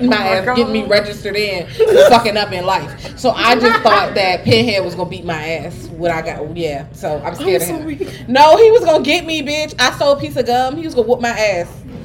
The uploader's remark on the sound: For a LIVE podcast recording at Blerdcon 2023.